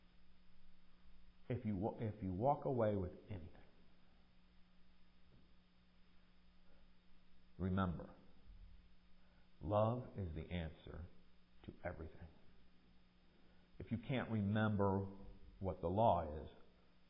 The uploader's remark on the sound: Recorded during worship at MPPC on Sunday, February 12, 2023